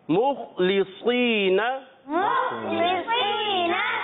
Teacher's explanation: صاد حرف مستعلیہ میں سے ہے، موٹے پڑے جانے والے حروف میں سے ہے، پر کرنا ہے